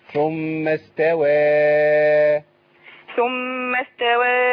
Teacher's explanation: في تقليل، في إمالة للإمام ورش